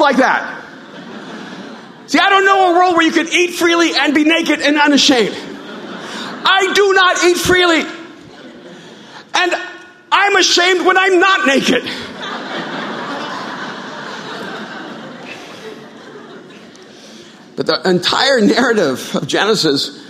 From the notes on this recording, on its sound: at Mosaic Hollywood, 09/30/2018 at the 8pm gathering